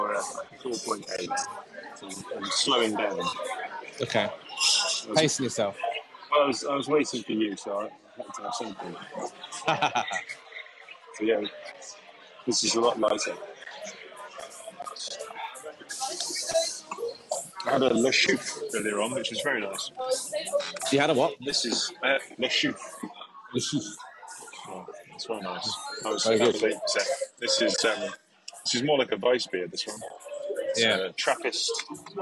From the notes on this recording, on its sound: Quite a bit of background noise so we painstakingly added the subtitles manually.